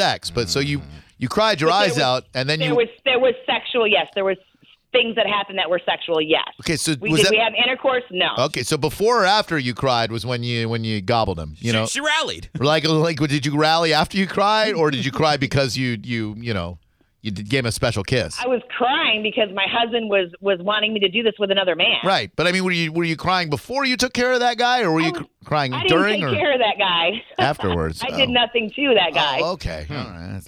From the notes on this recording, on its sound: Surprise Phone a friend between a married couple.